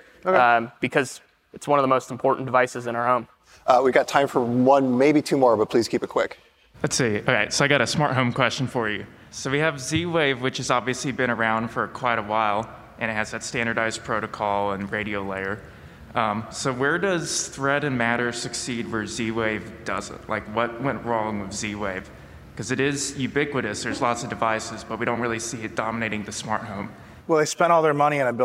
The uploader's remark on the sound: Live at On The Verge in New York City. Live at On The Verge in New York City.